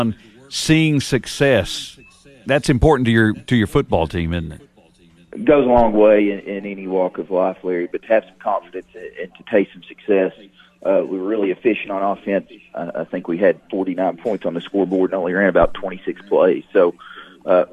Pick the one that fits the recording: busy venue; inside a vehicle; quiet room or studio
busy venue